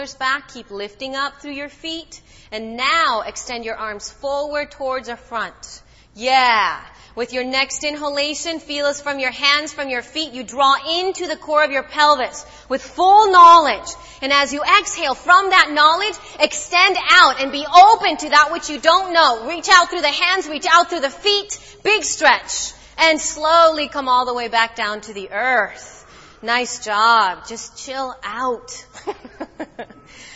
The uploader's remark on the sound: Live and Unplugged At The Center For Yoga.